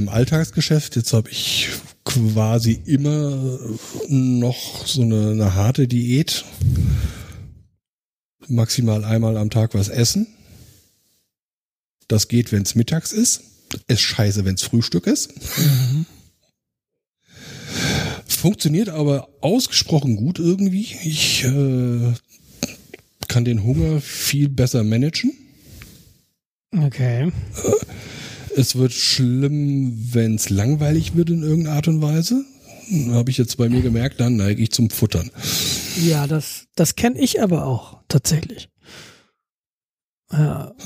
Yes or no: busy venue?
no